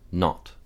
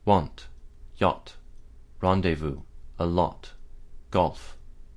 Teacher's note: Okay, it's not as clear an image as the "hut," but the sound is made with a slightly rounded and fairly open mouth, particularly at the back of the mouth